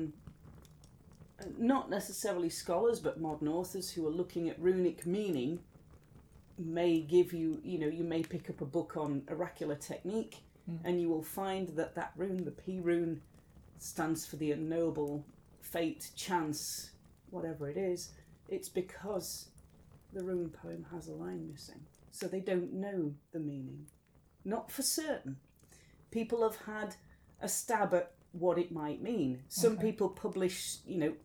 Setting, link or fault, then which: fault, sounds in the background